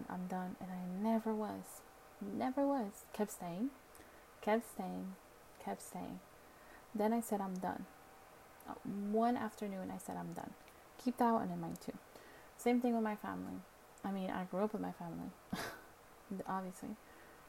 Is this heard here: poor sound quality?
yes